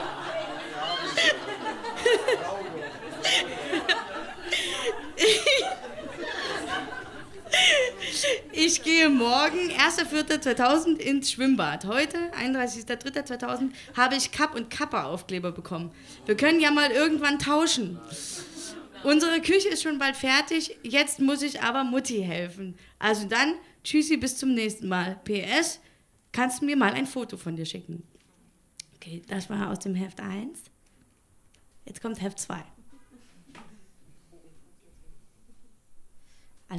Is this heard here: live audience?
yes